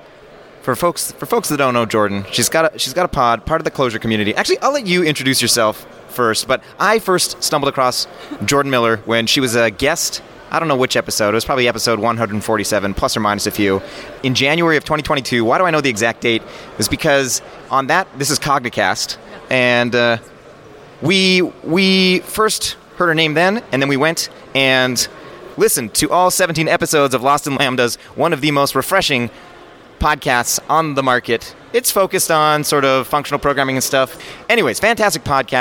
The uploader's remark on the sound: Interviews speakers & organizers live from Lambda Days 2023.